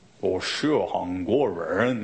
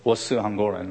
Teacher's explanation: we notice right away that the Beijingers really roll their R. · Shown in: first take